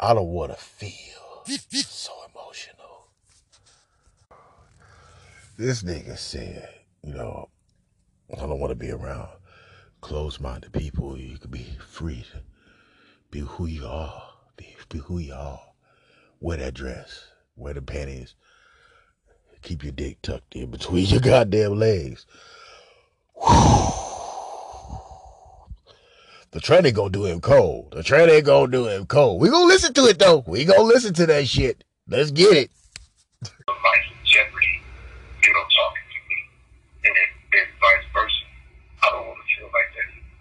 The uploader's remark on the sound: phone conversation